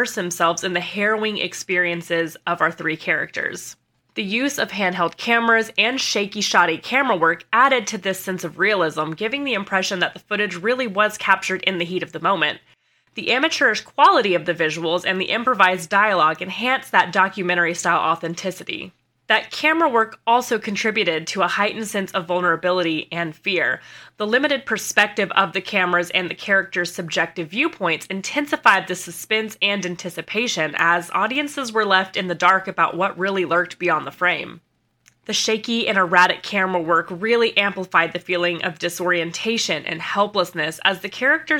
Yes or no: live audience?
no